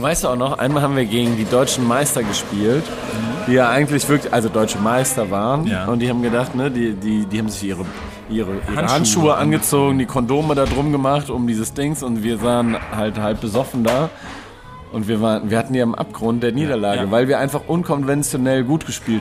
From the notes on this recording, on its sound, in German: Melden sich quasi live aus dem Stadion. Ins Stadion vom SV Wehen-Wiesbaden geschmuggelt.